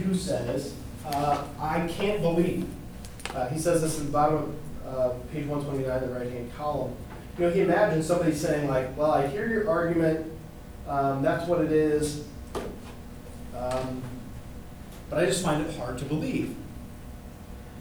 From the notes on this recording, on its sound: This is a recording of an in-class session, so it's a bit longer than the other episodes, and you can hear some good student questions and interactions as well.